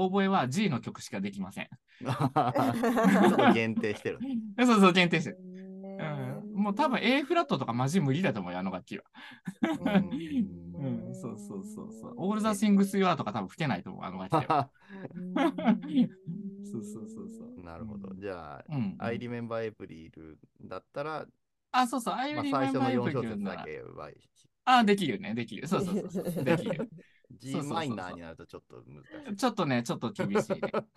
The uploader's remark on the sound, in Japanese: zoom（リモート収録）